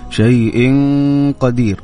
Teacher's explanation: حتى الغنة تكون مفخمة